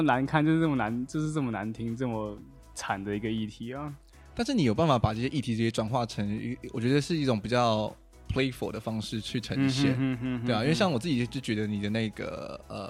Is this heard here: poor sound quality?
no